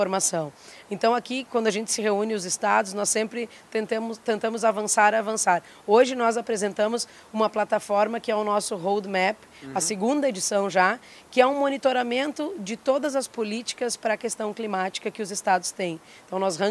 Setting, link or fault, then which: setting, busy venue